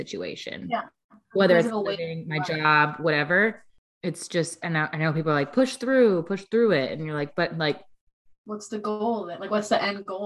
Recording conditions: video call